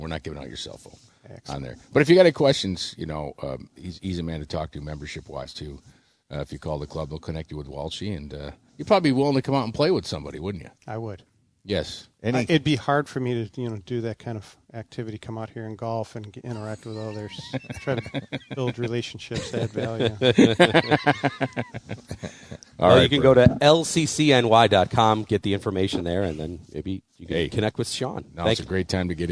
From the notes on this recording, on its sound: T2G Live From Lancaster Country Club.